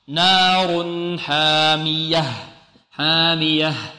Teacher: التنوين نون ساكنة، ننطق بهذه النون بغنة ناقصة